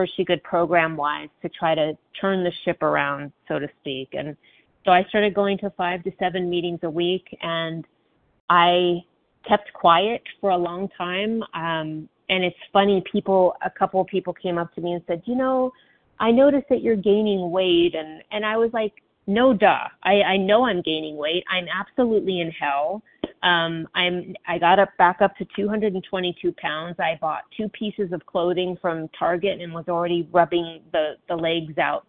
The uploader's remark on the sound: from the 100 Pounders Phone Meeting